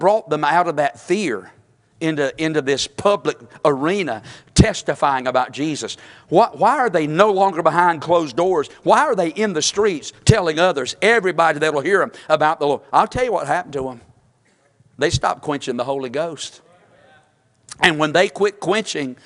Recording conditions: large echoing room